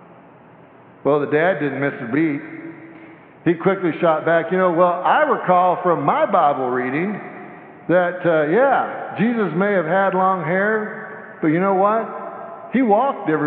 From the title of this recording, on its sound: Sanctuary Service